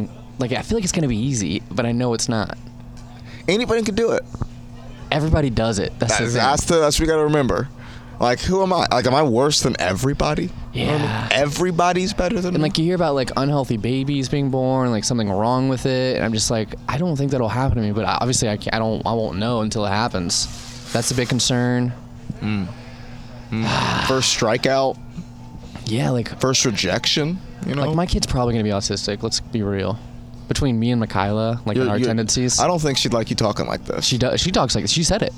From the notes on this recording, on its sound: Banter before the Shantytown Pub Open Mic